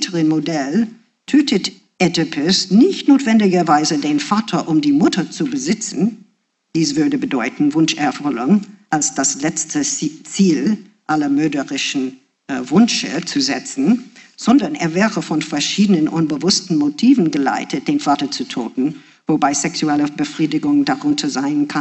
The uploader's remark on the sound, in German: Einen Vortrag im Audimax der Wiener Universität. Zu hören ist ein Mitschnitt der Veranstaltung in deutscher Sprache.